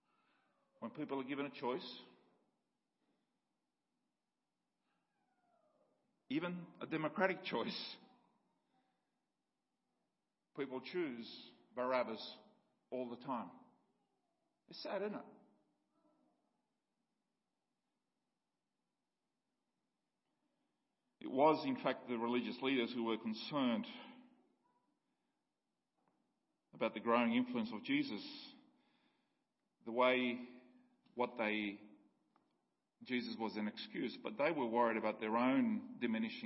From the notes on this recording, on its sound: Sermon audio from Liverpool Baptist Church's morning services.